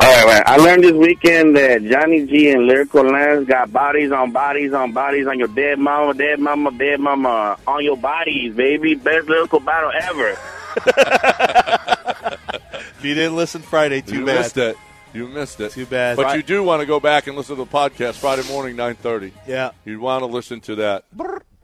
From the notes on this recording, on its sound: Live from The Golden Nugget.